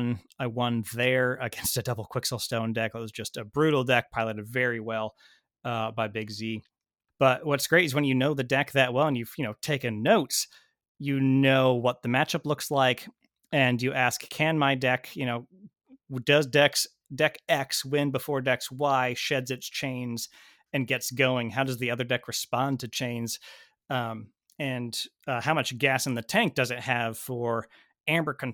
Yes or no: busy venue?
no